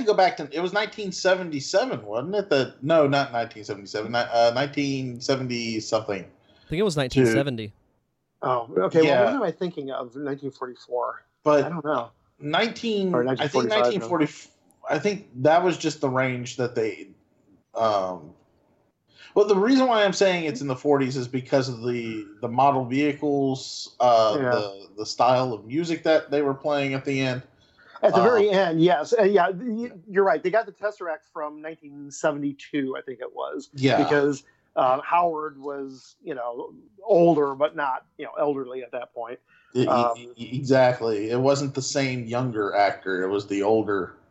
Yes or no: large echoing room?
no